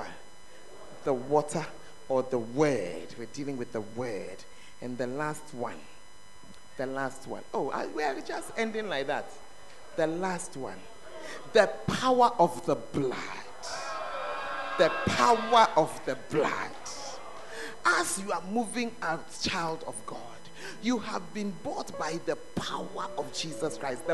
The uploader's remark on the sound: Preached At The Art Of Evangelism Conference